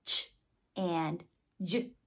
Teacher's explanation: they're kind of a combination of the stops and the fricatives. They have a characteristic of both. · Term: affricates